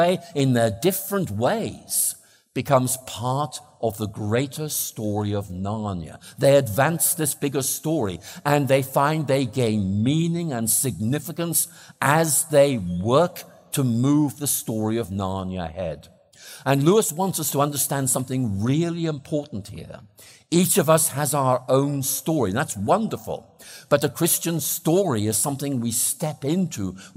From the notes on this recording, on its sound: plenary talk on Friday evening 20th October at The Veritas Conference 2023, Norway